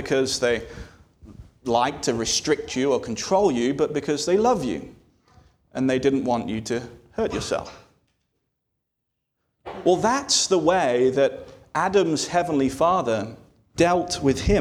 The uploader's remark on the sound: This sermon was delivered on November 12, 2023 at Antioch Presbyterian Church, a mission work of Calvary Presbytery of the Presbyterian Church in America located in Woodruff, South Carolina.